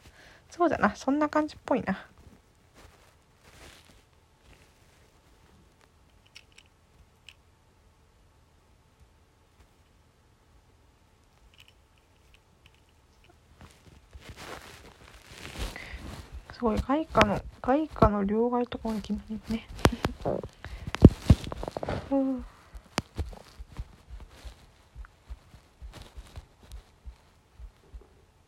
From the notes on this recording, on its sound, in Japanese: 雑音も多すぎる。